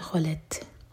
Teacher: خالت خا ہیوی لام لائٹ اور تا ساکن پر ہمس. سانس جاری رکھیں گے